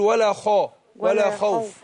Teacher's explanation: الخاء مفتوحة هنا وهي من حروف الاستعلاء